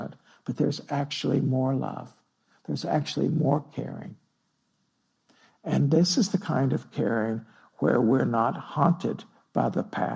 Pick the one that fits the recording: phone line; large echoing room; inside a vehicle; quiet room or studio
large echoing room